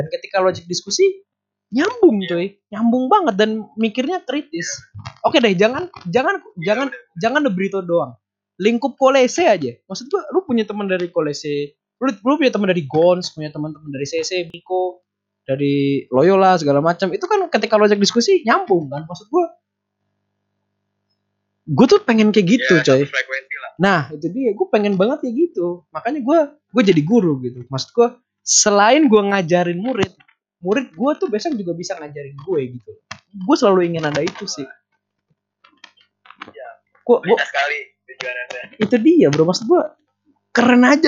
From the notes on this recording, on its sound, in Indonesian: Ini podcast perdana yang dilakuin tanpa ada orangnya langsung alias lewat call Whatsapp! Udah pake audio seadanya, putus-putus pas di call, ehh banyak gangguannya pula wkwkw.